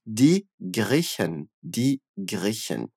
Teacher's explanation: a gente faz o som chiado do CH, aquele bem fraquinho